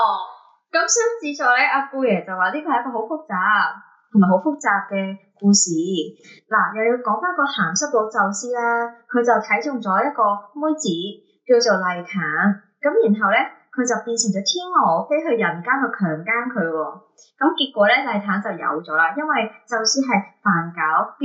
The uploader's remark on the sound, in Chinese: 唔好意思，今集因為技術問題收音比較差，請大家見諒！下次一定會check好啲器材先！